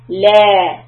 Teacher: This is a two count sound because lamb has got an alif with it, so you need to stretch it.